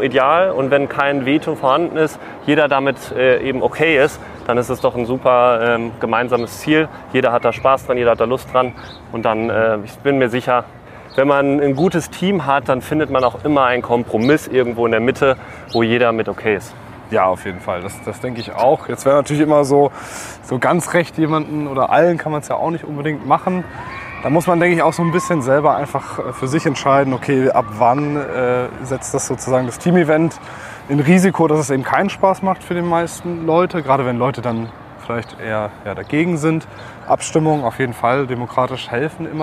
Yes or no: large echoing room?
no